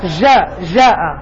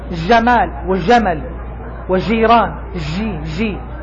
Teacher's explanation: هذه لهجة أهل الجزائر والمغرب عادة ينطقون بالتفشي في حرف الجيم، وهذا في القراءة خطأ عند القراء ولحن، ولا يصح عندما تقرأ.